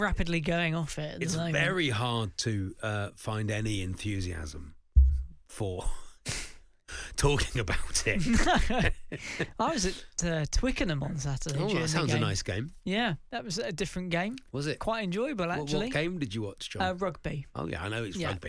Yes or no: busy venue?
no